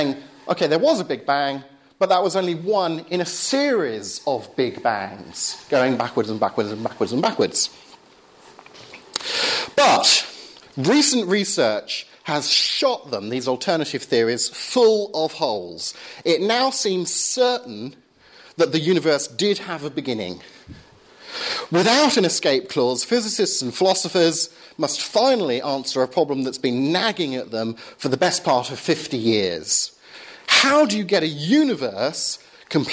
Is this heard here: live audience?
yes